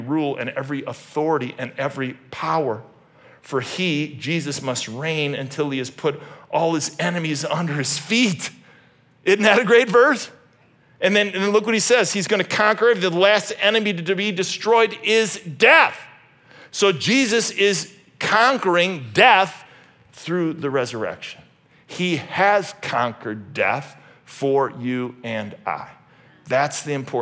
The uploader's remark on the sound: originally preached at Highpoint Church on Sunday, May 7, 2023